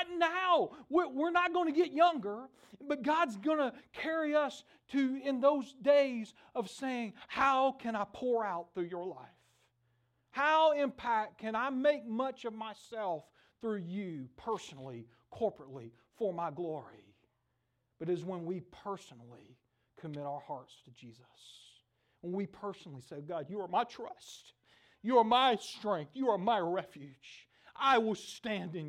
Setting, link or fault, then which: setting, large echoing room